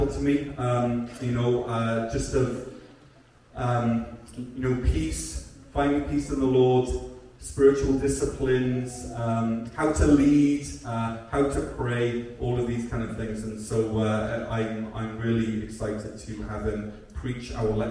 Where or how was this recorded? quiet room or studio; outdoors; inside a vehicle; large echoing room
large echoing room